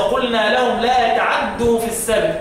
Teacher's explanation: وقالون اخفى العين قالون مسهله يبقى يقراها بالاختلاس